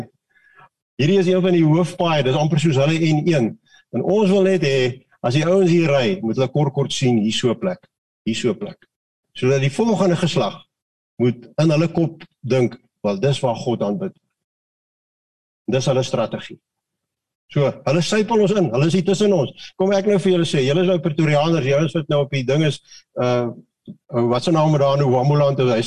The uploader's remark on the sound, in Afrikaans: Manne van die Woord Zoom Byeenkoms.